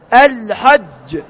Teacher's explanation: جيم من وسط اللسان مع صفاتها اللازمة